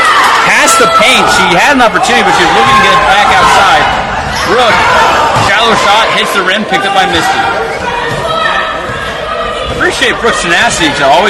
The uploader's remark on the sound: Today’s game brought to you live from Sand Point